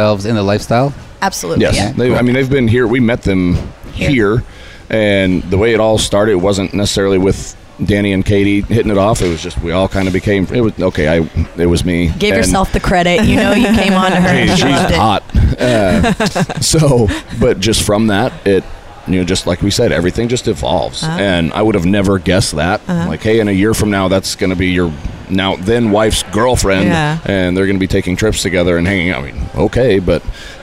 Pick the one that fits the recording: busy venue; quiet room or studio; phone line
busy venue